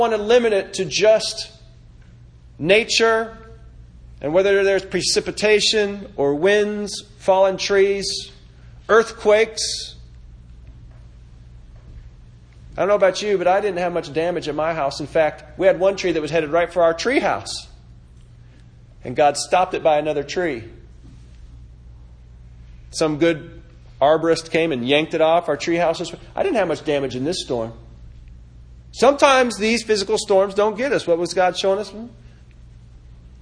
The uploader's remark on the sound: This sermon was delivered September 23, 2018 at the Four Oaks Advent Christian Church revival service